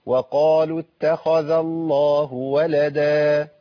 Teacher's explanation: انا عندي التاء مرققه والخاء مفخمه والذال مرققه